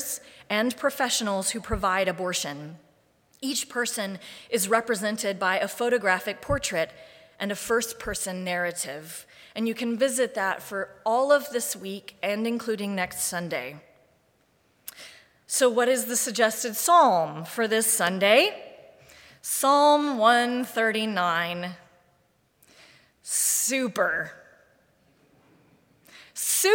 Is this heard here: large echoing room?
yes